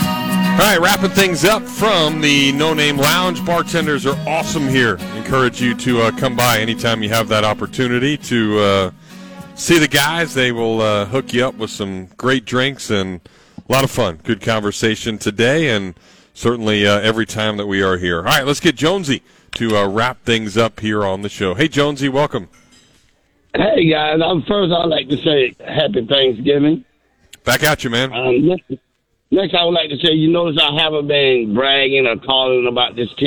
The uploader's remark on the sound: live from the Gainesville Hilton